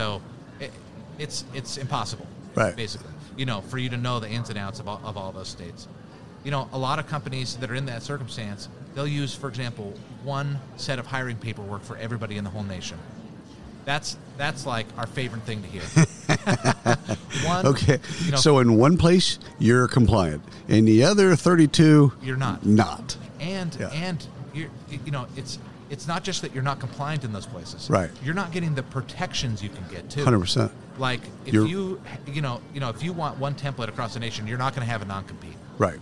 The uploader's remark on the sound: Live from SHRM 2022